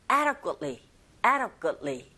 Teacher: 이렇게 발음하셔야 되는데, 첫 번째 강세를 꽝 주시고, ada, 여기는 d 사운드가 모음 사이에서 르처럼 들려서 ada, ada. 그리고 adequately가 아니라 역시 t 사운드가 거의 안 들리죠